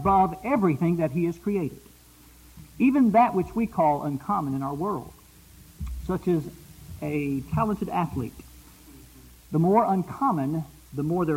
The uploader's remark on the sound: Preached at Eureka PBC.